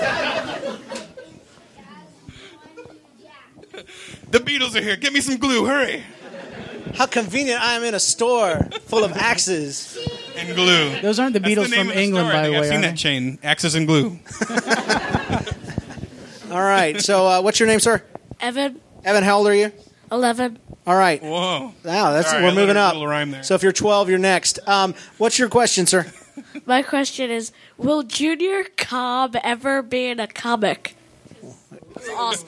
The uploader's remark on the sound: Panel Discussion from the Axeiversary Event. This is the audio captured from the Axeiversary event on January 27th at Meltdown Comics in Los Angeles, California.